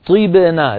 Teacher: لابد من كسر الطاء سكون الباء فتح النون